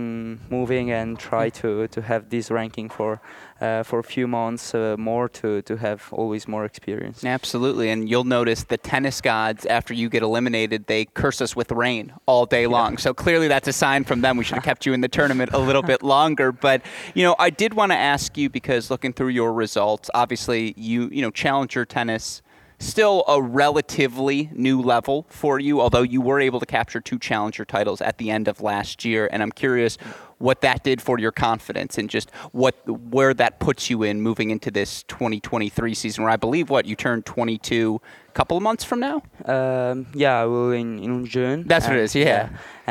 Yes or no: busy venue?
yes